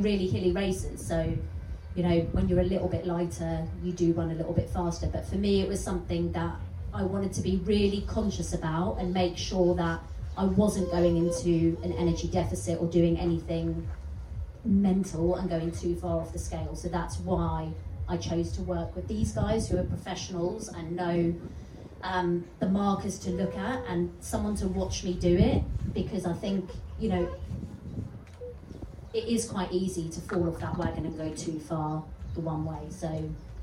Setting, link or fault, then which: fault, wind noise